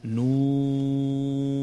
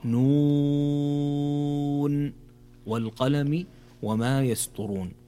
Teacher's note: في أول كلمة في هذه الآيات في قوله تعالى نون، هنا مد لازم حرفي مخفف ويمد بمقدار 6 حركات